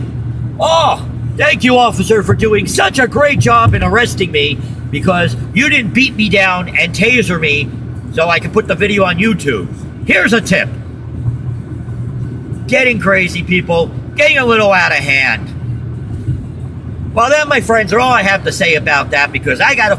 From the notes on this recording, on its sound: you may hear some background noises as I was driving when it was created